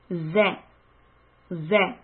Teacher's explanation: You hear a buzzing sound, z. So push the letter, push the air out from between the teeth.